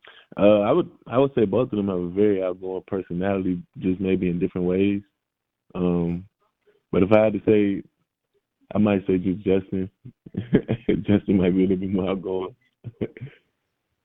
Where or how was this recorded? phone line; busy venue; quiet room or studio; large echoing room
phone line